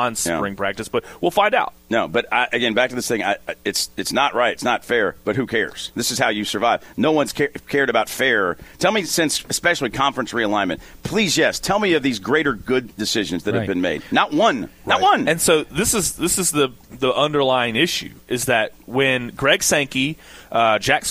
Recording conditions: busy venue